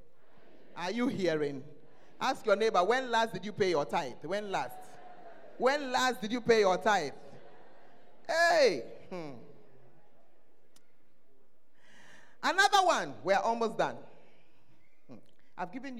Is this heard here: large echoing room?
yes